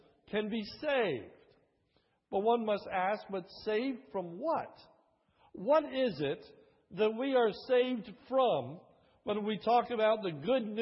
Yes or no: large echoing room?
yes